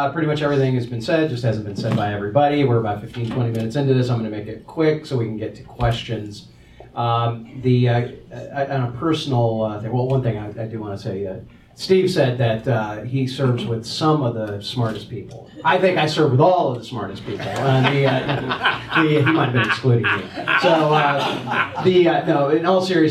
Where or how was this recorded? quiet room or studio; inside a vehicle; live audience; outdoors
live audience